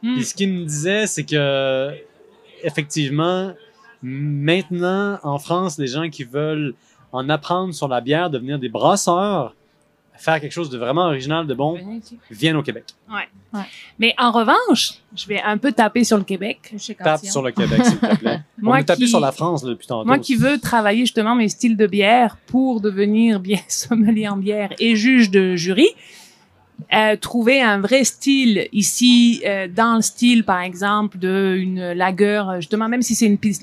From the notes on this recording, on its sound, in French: nous nous retrouvons à Québec lors du Festival des Brasseurs et des Artisans de Québec, édition 2023